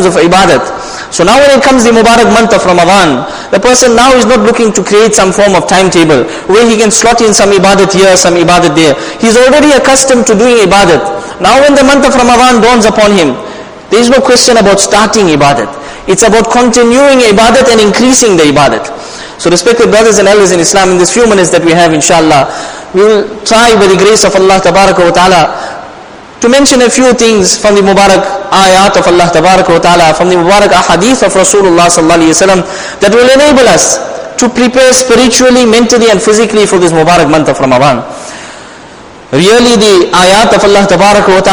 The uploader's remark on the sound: Jumuah lecture